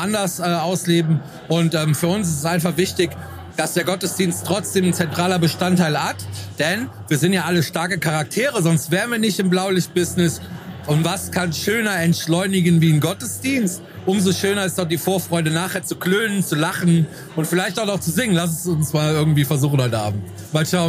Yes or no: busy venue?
yes